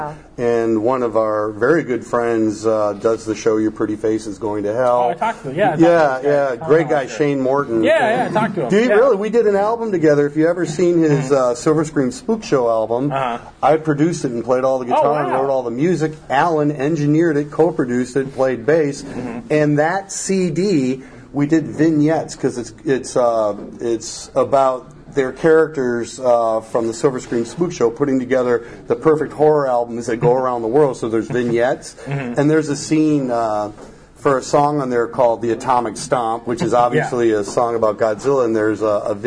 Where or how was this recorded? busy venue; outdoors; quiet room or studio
busy venue